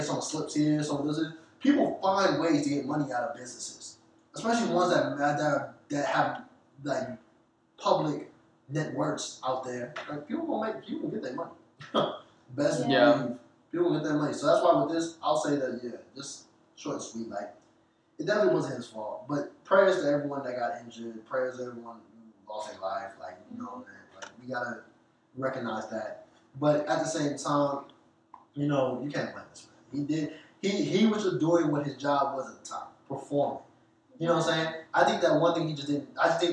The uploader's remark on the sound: Sorry for the bad quality